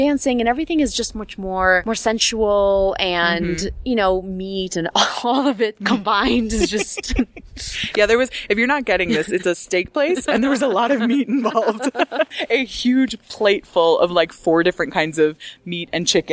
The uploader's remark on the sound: they record this episode on top of a mountain in Bogota